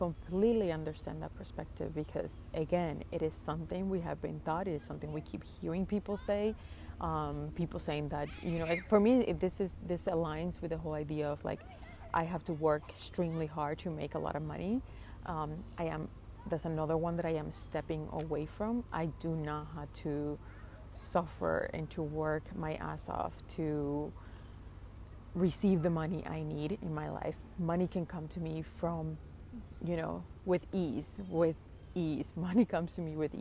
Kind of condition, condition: setting, outdoors